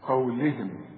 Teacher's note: القاف هي المفخمة ورقق للام قوي مع الهاء